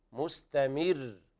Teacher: الراء المشددة يوقف عليها بالتضعيف